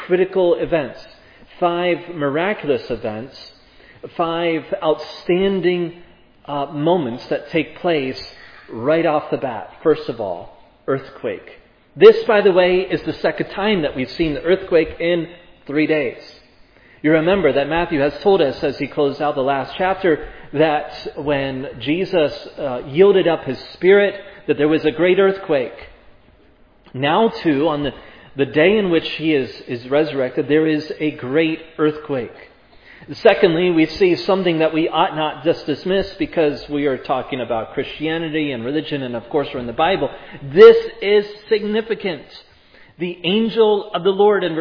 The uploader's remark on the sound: This sermon was preached at Providence Church